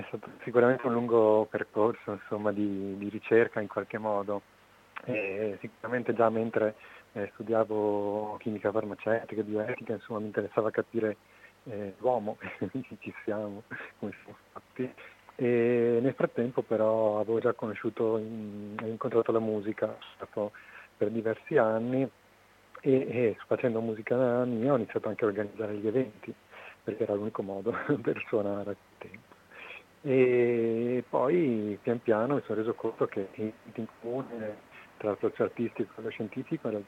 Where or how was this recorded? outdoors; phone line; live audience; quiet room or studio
phone line